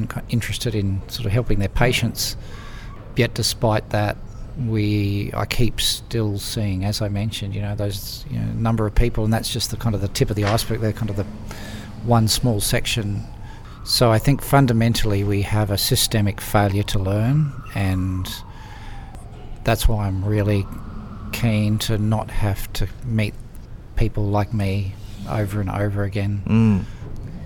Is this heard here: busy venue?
yes